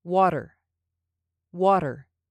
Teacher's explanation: The T in this word is a soft T, and because I'm an American, it might even sound like a D.